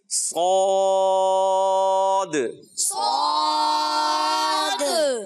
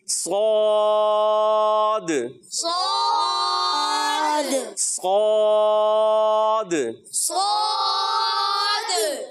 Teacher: सौद, तो प्यारे बच्चों जहां से हमने सीन पढ़ा था, जा पढ़ा था, वही मखरज है, मगर सौद को मोटा करना होता है, जबान का दरमियानी हिस्सा और उसकी जड़ ऊपर तालू की तरफ उड़ जाती है, तो ये उर्फ हर्फ जो है मोटा हो जाएगा।